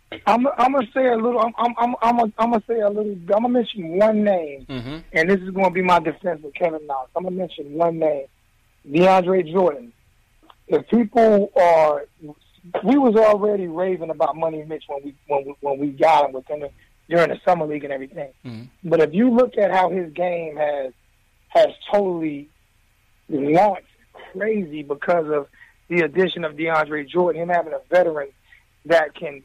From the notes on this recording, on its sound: take live phone calls from fans around the world